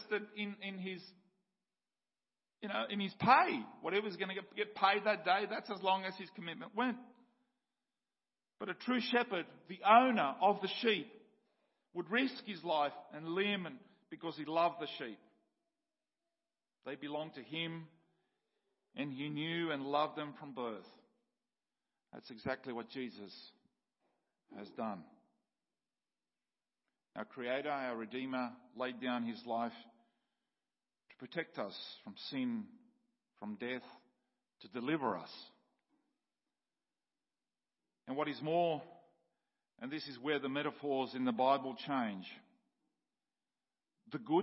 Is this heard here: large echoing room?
yes